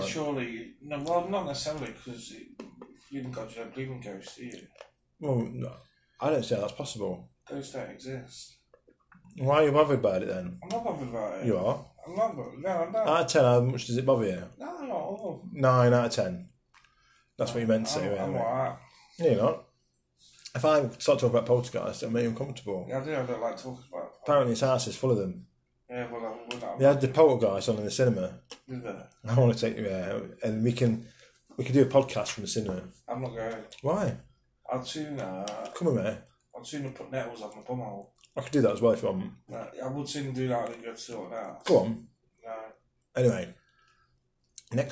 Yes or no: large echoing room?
no